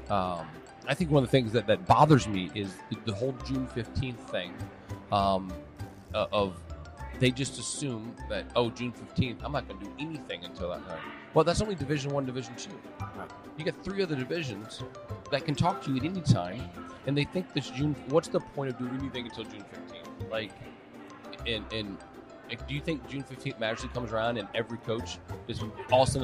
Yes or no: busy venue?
yes